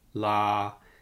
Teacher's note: a mid flat tone